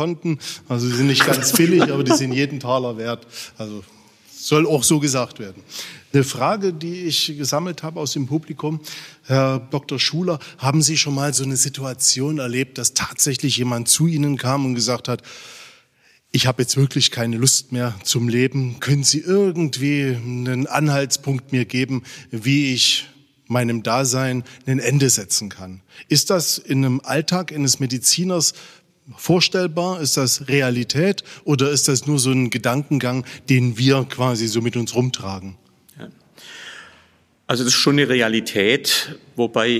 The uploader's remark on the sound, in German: in der Kapelle des Trinitatisfriedhofs Dresden